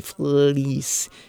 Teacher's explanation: If you say fleece, you feel your tongue like come almost right behind your teeth